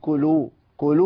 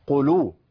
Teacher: القاف هنا حرف مستعلي مفخم وفي مرتبه عليها من التفخيم لانها في المرتبه الثالثه · Shown in: second take